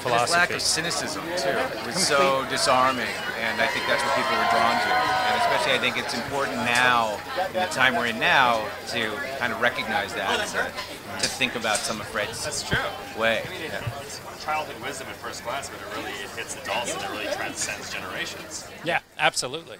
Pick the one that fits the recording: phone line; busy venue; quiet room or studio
busy venue